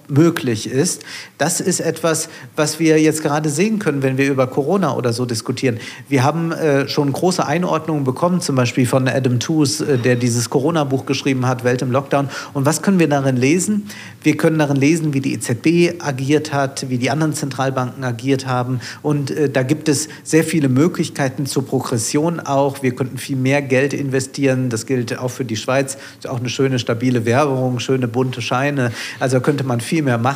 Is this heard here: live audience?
yes